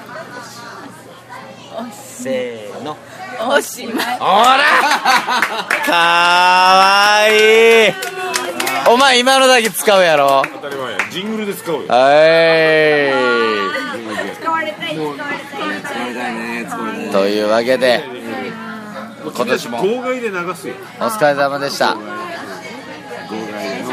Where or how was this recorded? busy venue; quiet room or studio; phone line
busy venue